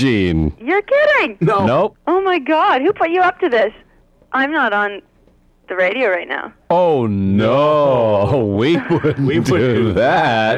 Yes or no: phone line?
yes